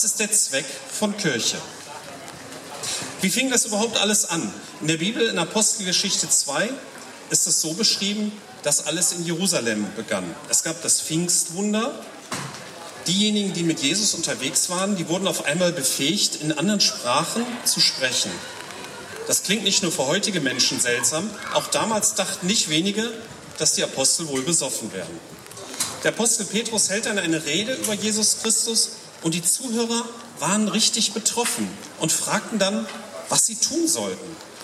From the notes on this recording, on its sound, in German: Predigt auf dem Stadtfestgottesdienst